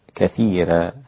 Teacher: كثيرا جاءت بترقيق الراء لورش كما عهدنا، كثيرا يكون النطق بها كثيرا هكذا.